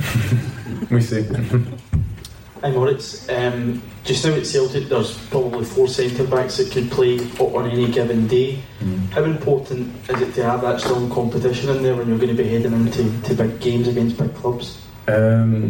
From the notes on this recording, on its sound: at a recent Celtic press conference